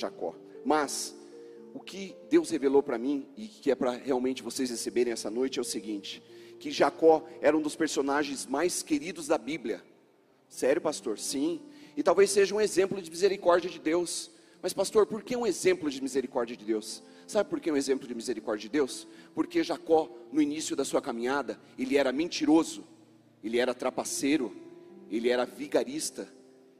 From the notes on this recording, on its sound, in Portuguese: Mensagem ministradas na Comunidade Cristã Tabernáculo de Davi em Curitiba